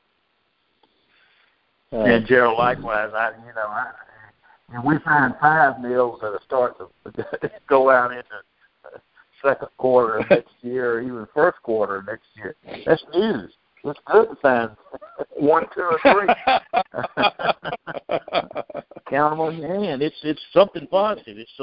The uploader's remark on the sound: Monthly Conference Call